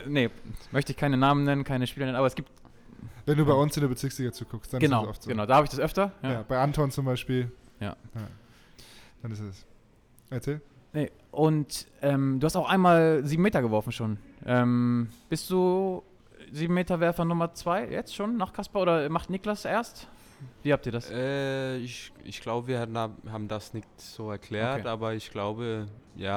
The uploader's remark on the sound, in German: Live-Podcast aus dem Electra Store in Hamburg. Das war das Setting des ersten "Anruf in Anwesenheit" Live-Podcasts.